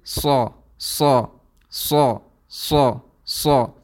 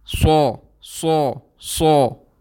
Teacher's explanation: So you see, the sound is very heavy, but it's more heavier than it's supposed to be because I've made my lips round · Shown in: second take · And this isti'ala and itbaq, they have no relation to the lips. · Term: made-up tafkheem